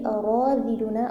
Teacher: اب یہاں ہم جب پڑھیں گے اراذلنا، را کو آپ نے بہت بڑھ رکھنا ہے، اس کے ساتھ ذال کو سافٹ رکھنا ہے، پیش کو او والی وہ اس کے ساتھ پڑھنا ہے.